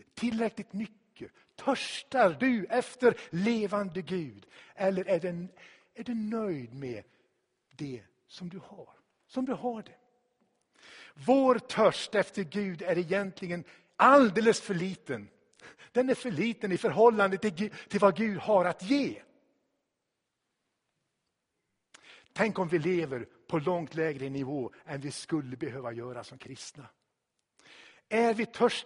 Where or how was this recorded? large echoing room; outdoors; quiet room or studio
large echoing room